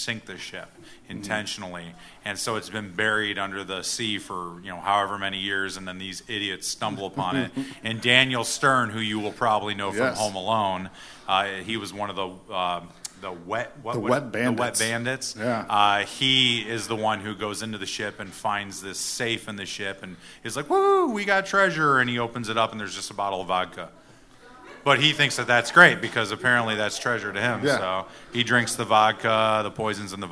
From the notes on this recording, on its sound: Tales Of Terror Live! Sat down in front of a packed crowd.